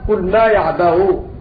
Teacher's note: الوجه الثاني التسهيل بين لأن الهمزة مضمومة وقبلها فتحة